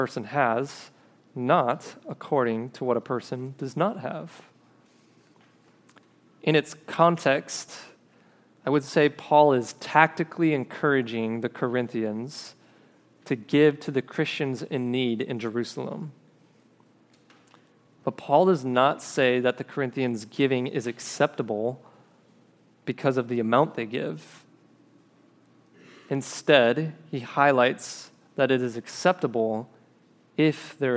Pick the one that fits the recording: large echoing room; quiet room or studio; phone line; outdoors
large echoing room